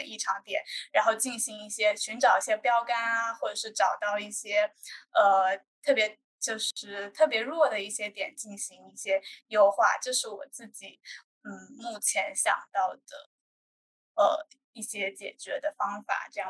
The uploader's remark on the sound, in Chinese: 开展了一场线上圆桌交流。我们截取了其中部分讨论制作了本期节目。